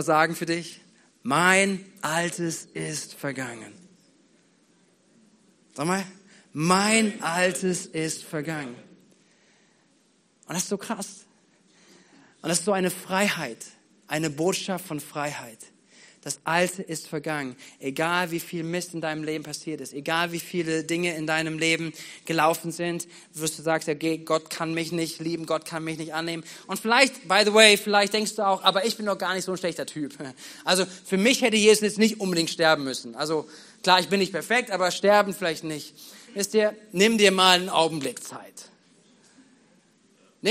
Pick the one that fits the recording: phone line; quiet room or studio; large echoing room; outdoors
large echoing room